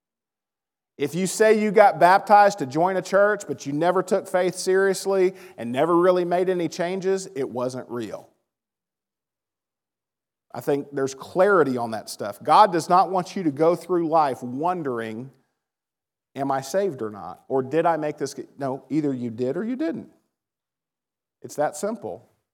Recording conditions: large echoing room